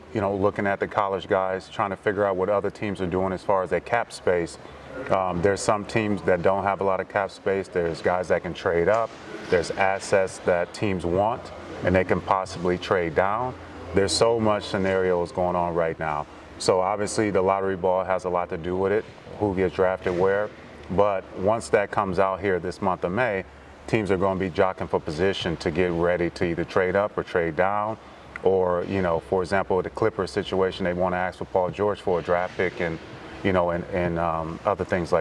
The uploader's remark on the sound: Live from the NTX Combine